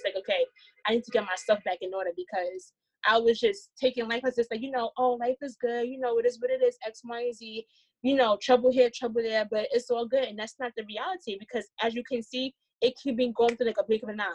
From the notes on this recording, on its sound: Quarantine Edition. Please forgive us for the sound it was our first time using zoom to record!!!